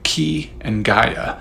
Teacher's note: both names begin with what is called a velar plosive. This is a class of consonant sound, a type of sound produced by the human voice using the back of the throat.